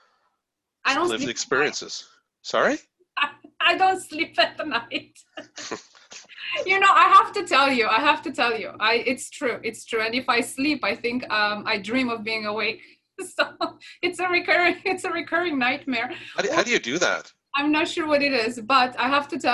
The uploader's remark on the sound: The program airs live each week. Is currently delivered to you through Zoom.